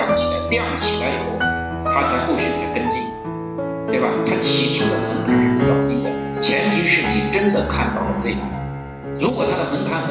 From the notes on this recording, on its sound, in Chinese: 现场录音。